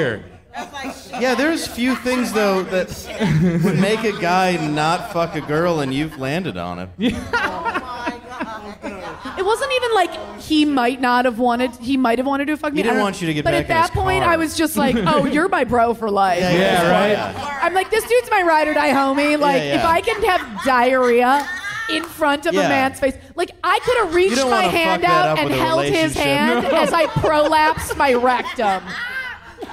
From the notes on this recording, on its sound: Recorded at the Park Bar in Detroit, Michigan. LIVE episode.